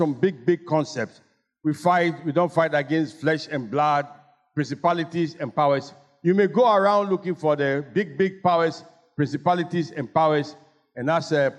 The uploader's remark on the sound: Sermon preached at CBC Shiashie Campus